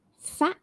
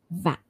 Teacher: F, as in fat. And v, that's voiced, as in vat.